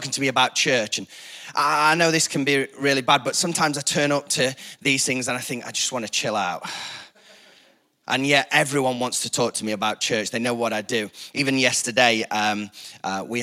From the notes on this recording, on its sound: Recorded live at the Chesterfield Campus this is the message from the morning service on the 4th August 19.